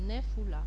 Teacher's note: И получается, она сокращается до швана, получается нефула. То есть под нун теперь у нас появляется швана, которая звучит как ультракороткое э